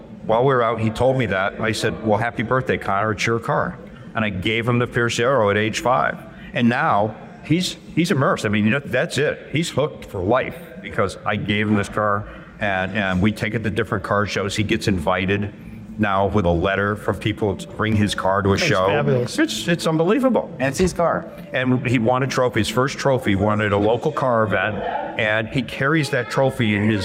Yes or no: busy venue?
yes